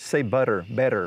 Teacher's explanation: I can teach people to do the single R because I just tell them, I say butter, better. We're doing the same thing, the alveolar flap.